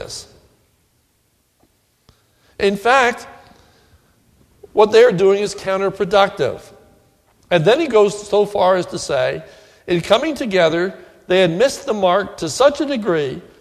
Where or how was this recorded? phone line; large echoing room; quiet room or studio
large echoing room